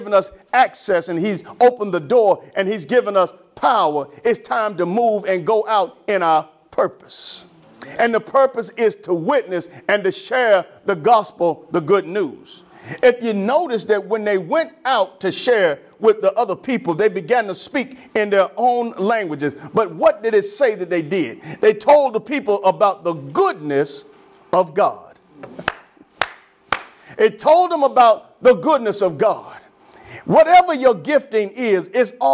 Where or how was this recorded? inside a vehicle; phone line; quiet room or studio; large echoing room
large echoing room